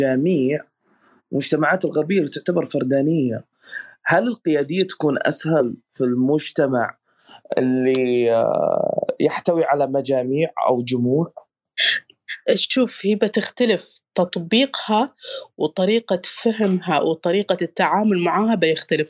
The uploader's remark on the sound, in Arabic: تسجيل لمساحة ابن رشد الأسبوعية على منصة تويتر